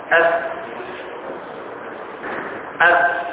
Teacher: ومن بطن الشفة بطن الشفة الفاء